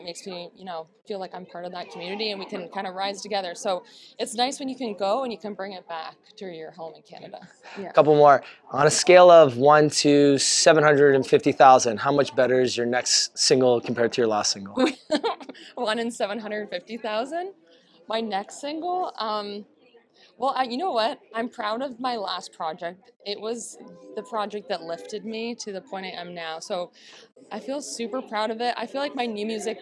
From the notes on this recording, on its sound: The Pal’s go LIVE at the CMAO Awards. While this was our first every live Q and A, we enjoyed chatting with winners, nominees and presenters such as.